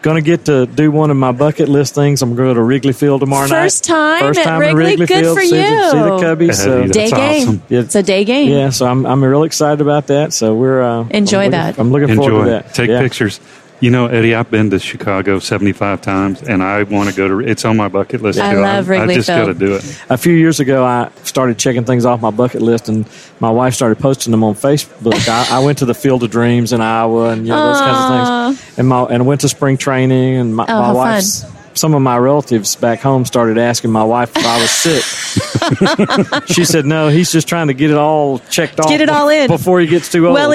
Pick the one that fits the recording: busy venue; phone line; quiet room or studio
busy venue